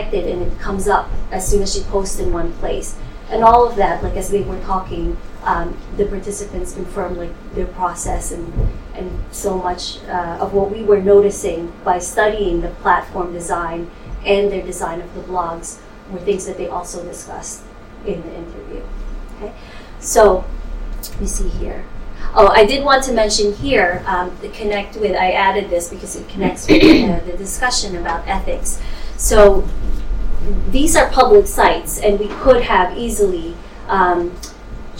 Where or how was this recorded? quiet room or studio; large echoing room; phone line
large echoing room